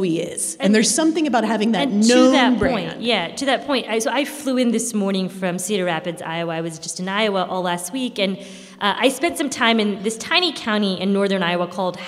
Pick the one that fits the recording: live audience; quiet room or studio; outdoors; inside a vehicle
live audience